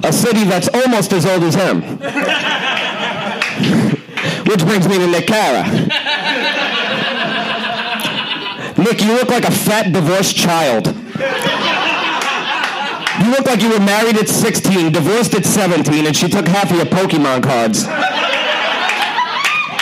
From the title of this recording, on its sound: Live Show